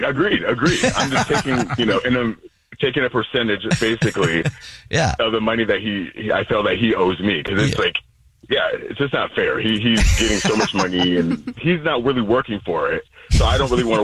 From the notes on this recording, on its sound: There's a man on the phone